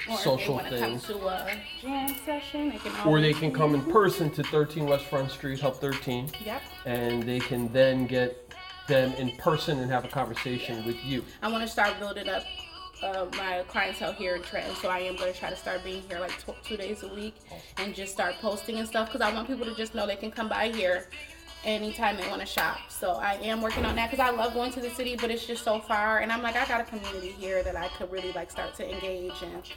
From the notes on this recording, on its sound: Captured at HUB-13 13 West Front Street Trenton NJ